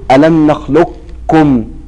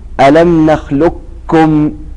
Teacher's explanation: الإدغام الكامل أي لا صفة للقاف إطلاقا، فتقول ألم نخلقكم، تقرأها بالكاف · Shown in: second take